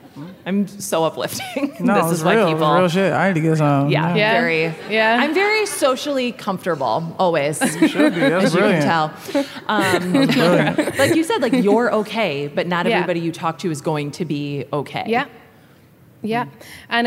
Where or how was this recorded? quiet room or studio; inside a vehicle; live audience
live audience